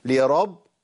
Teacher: لازم اقطع صوت في الباء الاولى من المشدد، لان عندي اي مشدد لازم اقوله ساكن والثاني متحرك.